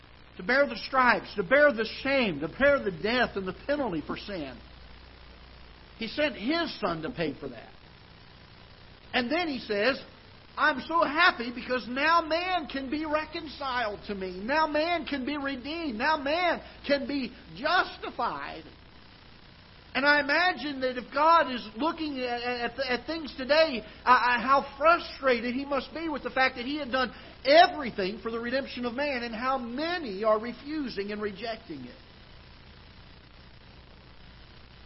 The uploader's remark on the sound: Ketha Heights Baptist Church ~ Live Broadcast